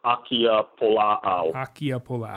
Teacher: So there's a little pause between the two A's. · Term: okinas